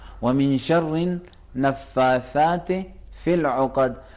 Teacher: عین میں یہ ہے کہ حلق کے درمیانی حصے پہ تھوڑا سا زور لگا کے پریشر کے ساتھ ادا کریں گے